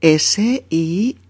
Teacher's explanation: Con diptongo en la primera sílaba. · Term: diptongo creciente